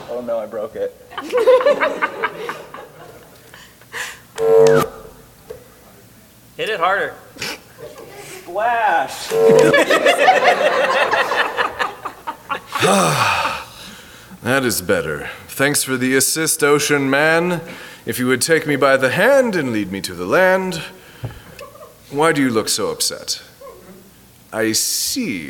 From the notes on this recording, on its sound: At a Phoenix Fan Fusion live show. Today, we are welcoming all of you as new Miscellanists in person.